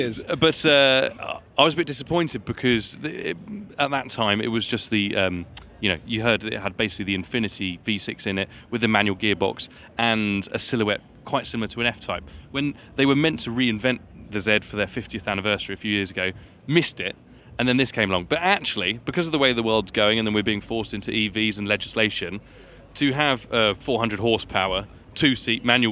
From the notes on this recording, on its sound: Live From The LA Motor Show! For a stroll around the 2022 Los Angeles Motor Show.